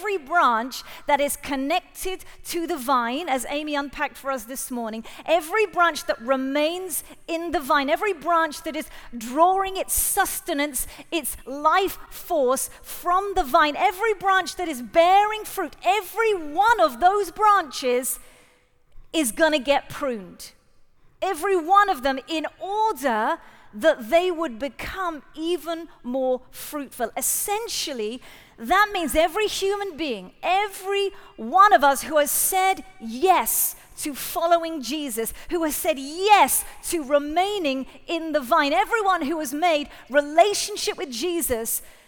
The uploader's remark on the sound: Live at The Orchard Conference 2023.